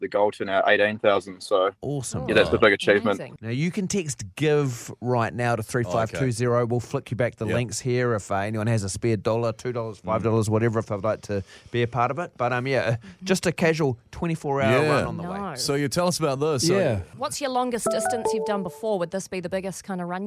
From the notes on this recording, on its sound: We are joined on the phone